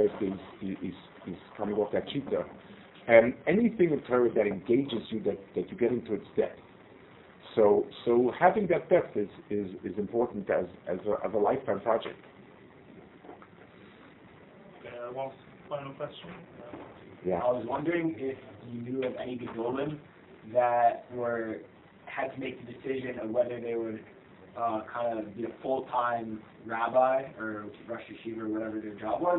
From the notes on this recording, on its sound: Delivered at Aish-Gesher #Israel Trip 2023